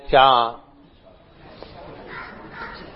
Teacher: When you say cha, you are already at the palate.